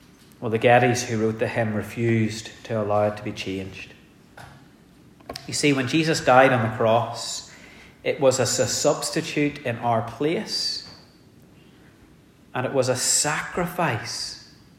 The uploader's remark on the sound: The sermon was preached in our communion service.